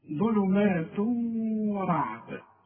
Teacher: لما يبقى فيه إدغام كأن الواو مشددة · Term: الإدغام